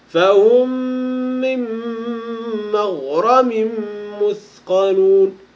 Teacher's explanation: الميم الأولى ساكنة والميم الثانية متحركة، فهم من أي الميم مكسورة هنا، فصارت الميم الساكنة مع الميم الثانية مشددة حرفا واحدا مشددا مكسورا · Term: الإدغام الشفوي